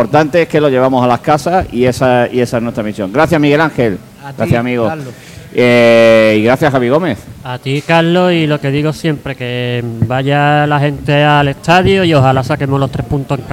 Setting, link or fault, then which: setting, busy venue